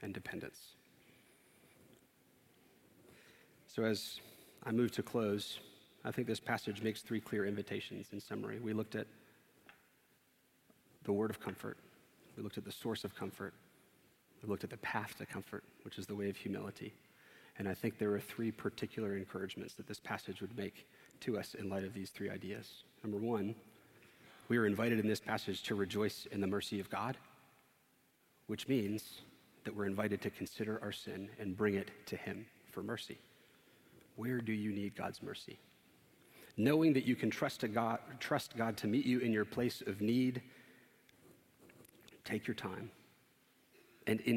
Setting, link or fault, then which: setting, large echoing room